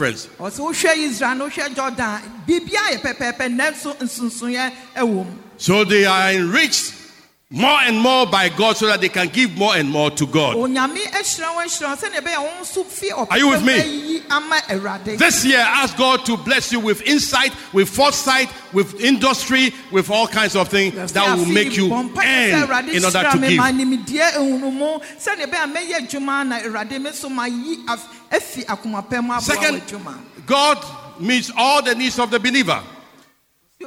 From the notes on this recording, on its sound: Sermon preached at CBC Shiashie Campus